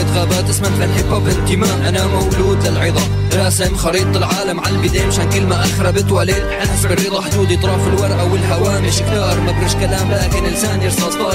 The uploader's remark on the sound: at Sole DXB, where they broadcasted live to the event attendees from the On Air booth